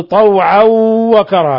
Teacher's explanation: تنوين فتح جاء بعدها الواو، الحكم التجويدي إضغام بغنة